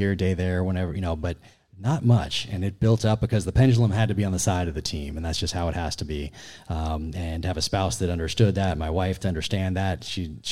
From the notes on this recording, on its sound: Joins the show live from his book signing at Barnes & Noble in Austin, TX.